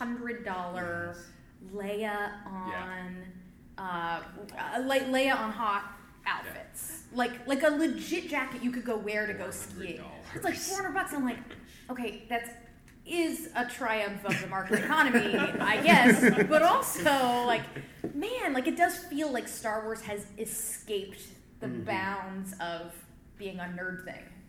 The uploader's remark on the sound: Live Show in Arlington. Gathered at the Arlington library in Virginia. This was a live show in front of an audience.